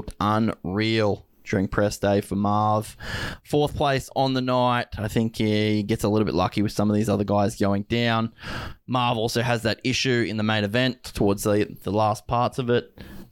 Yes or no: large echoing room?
no